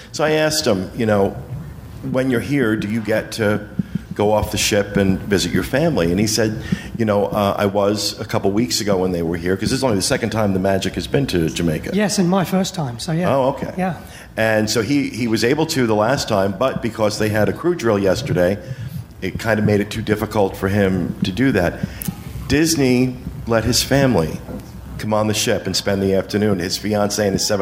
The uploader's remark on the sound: Podcast Cruise 5.0 Live Show. On board the Disney Magic at our live show recorded on Podcast Cruise 5.0.